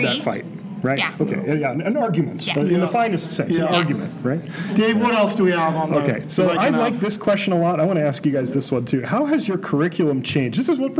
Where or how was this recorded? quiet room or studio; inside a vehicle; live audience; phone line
live audience